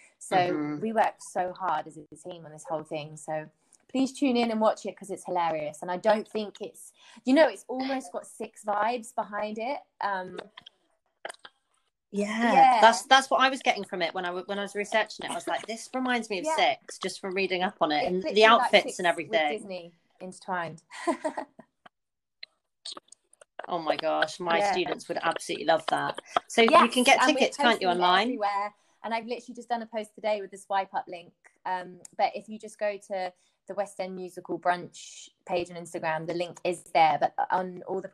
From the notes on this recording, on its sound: Apologies for the technical difficulties in this one